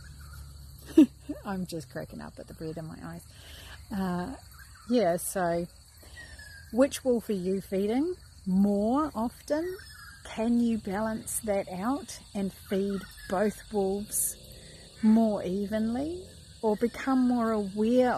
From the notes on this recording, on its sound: Don't mind the huffing Rottweiler bouncing around in the background or my distraction of the red reflecting in the video as I did this live.